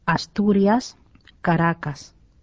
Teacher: Muulloin lyhyt, yksitäryinen R.